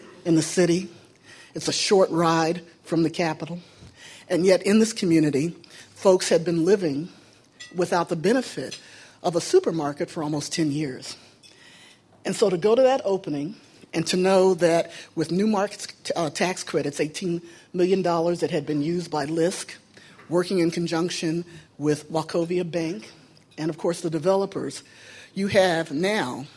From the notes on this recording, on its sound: keynote address at Novogradac's New Markets Tax Credit Conference in San Diego